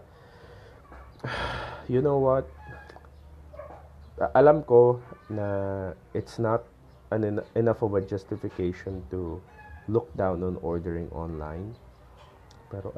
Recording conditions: sounds in the background